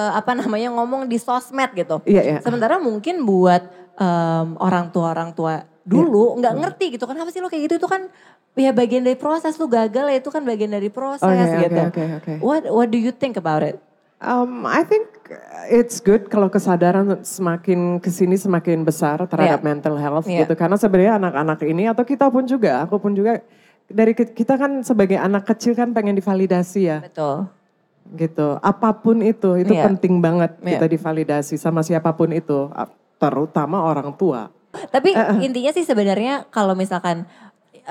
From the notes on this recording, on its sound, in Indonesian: Special Live On Stage di Kota Jakarta. Di kota kedua ini, kita hadir di Central Market, Pantai Indah Kapuk, Jakarta.